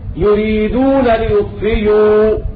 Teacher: يبدل الهمزة المضمومة بعد كسرة ياء